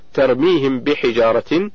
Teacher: مسألة واحدة مختلف في إخفائها وهي الميم الساكنة التي بعدها باء · Term: الإخفاء